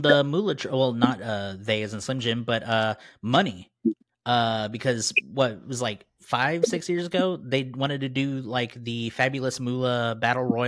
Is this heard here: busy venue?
no